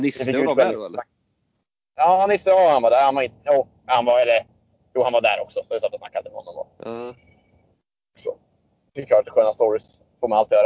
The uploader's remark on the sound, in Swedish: Har en ny mikrofon som kanske är bra men han åker bil så det låter som en rostig gås ändå.